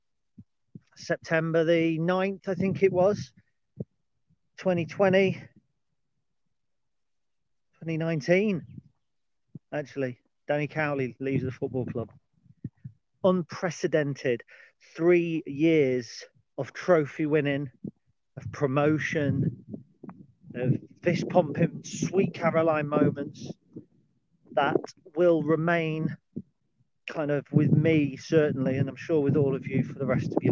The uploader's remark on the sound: Dog Walk Special 11. A dog walk special.